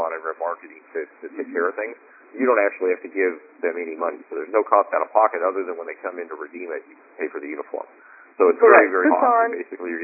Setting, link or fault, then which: link, phone line